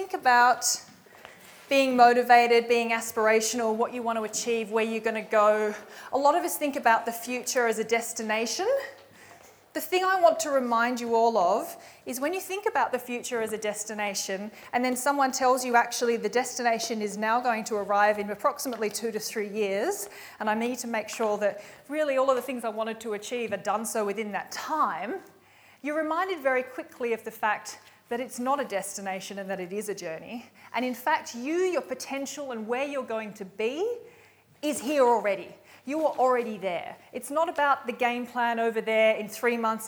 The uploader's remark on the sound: recorded live at REBar Camp 2018